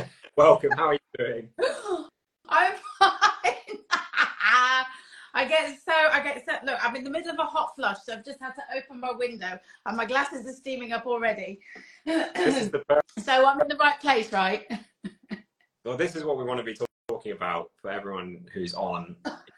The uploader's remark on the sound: joined me for an Instagram Live